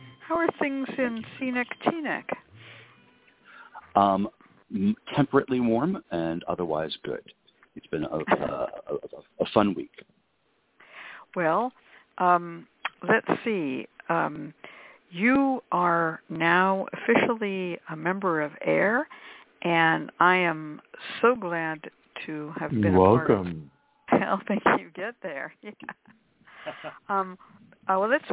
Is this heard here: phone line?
yes